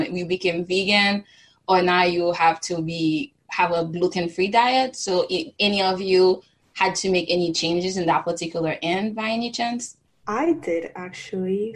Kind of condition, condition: link, video call